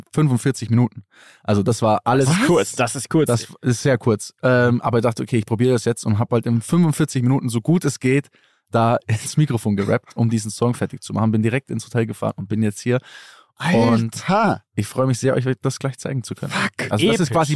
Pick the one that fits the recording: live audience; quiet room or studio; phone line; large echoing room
phone line